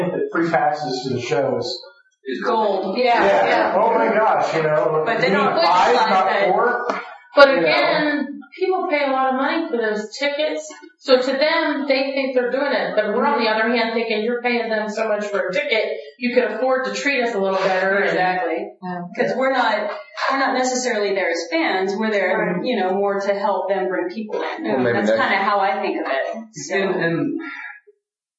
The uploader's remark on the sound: Audio from our club meeting -- a recap of what happened at Marcon.